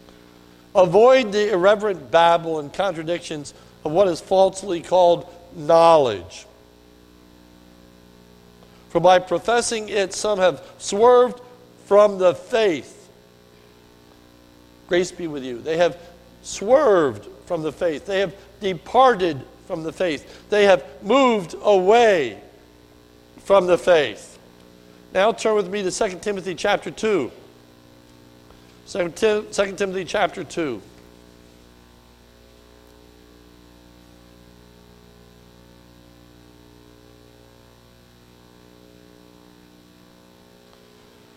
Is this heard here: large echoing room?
yes